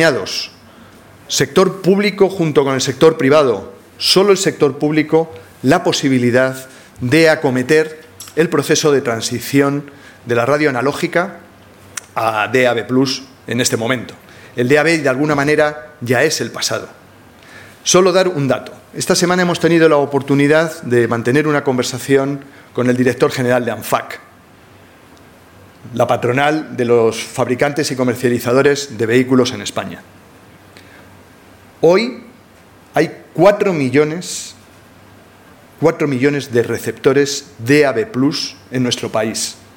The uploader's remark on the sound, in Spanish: En la Jornada "Tendencias de los servicios públicos audiovisuales europeos", que tuvo lugar en el Auditorium de Prado del Rey.